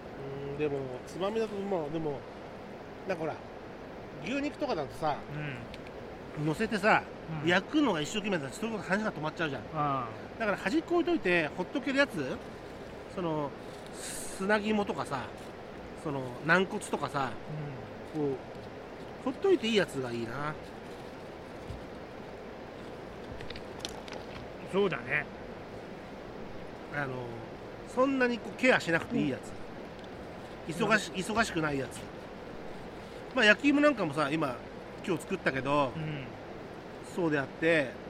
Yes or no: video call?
no